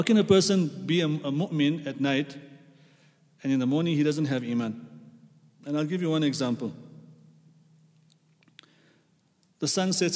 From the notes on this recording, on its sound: at the Houghton Masjid (West Street)